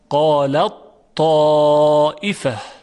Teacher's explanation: یعنی هیچ اثری از حرف ت دیگه باقی نیست. این رو میگن ادغام کامل، یعنی مدغم به طور کامل ادغام شده است در مدغمون فیه.